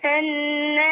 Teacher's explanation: لا. الناظرين، رقق النون مع الغنة. الناظرين.